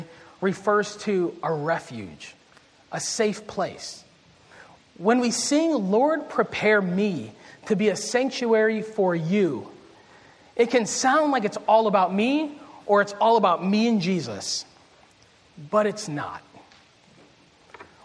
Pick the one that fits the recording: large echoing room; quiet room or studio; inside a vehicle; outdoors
large echoing room